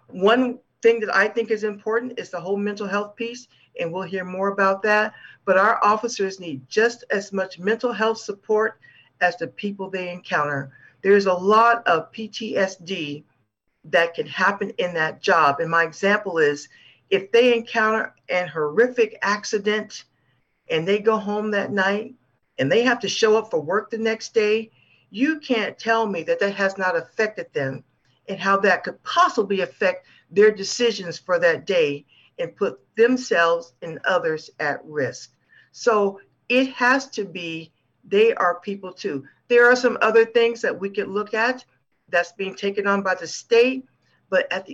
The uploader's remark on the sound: Join us for this conversation that was recorded live on Zoom.